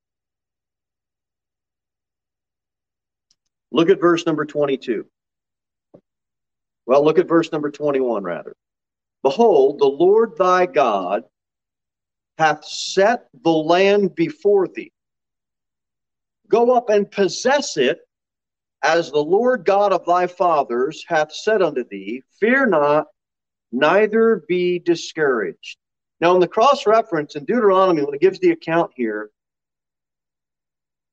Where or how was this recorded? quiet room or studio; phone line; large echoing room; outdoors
large echoing room